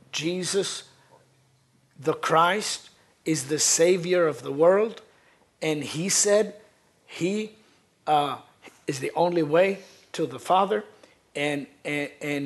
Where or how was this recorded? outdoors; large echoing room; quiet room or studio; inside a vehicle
large echoing room